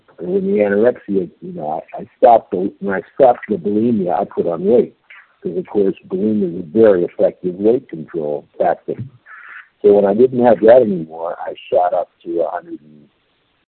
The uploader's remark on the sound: 100 Pounders Phone Meeting.